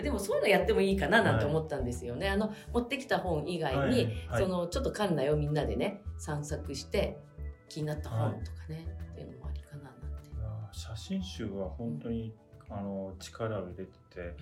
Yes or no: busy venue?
no